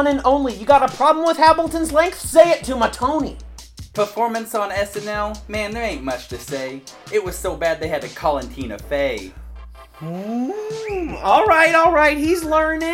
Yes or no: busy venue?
no